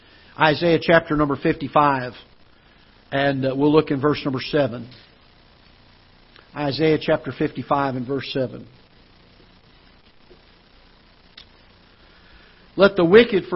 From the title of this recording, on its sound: Ketha Heights Baptist Church ~ Live Broadcast